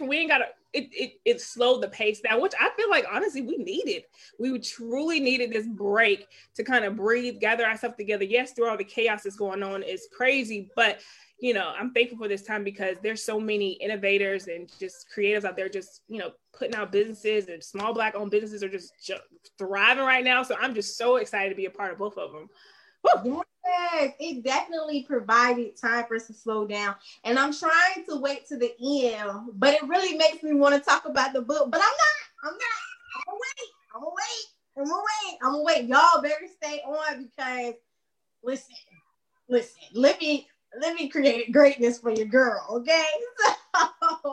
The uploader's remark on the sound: Originally created for Facebook and Zoom so quality may not be the highest.